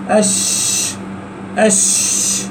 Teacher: واصطلاحا التفشي انتشار الريح في الفم عند النطق بالحرف أش أش، واجتمع في الشين الهمس مع التفشي